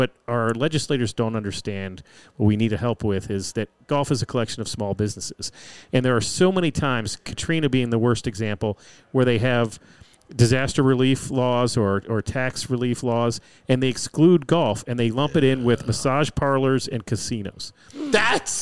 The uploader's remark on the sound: Live from the new Golfdom store in Rockville, MD.